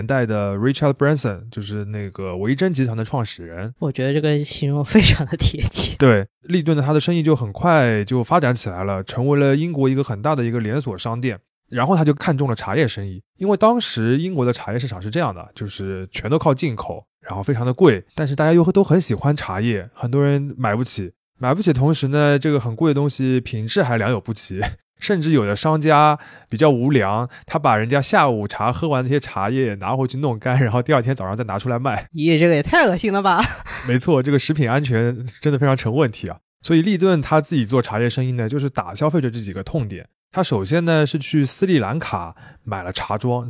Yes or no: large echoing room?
no